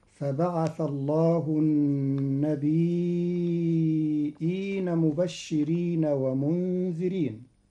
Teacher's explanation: قرأ قالون كلمة النبيين بتخفيف الياء ساكنة مع همز بعدها تبعا للأصل، فتصير هكذا: فبعث الله النبيين مبشرين ومنذرين.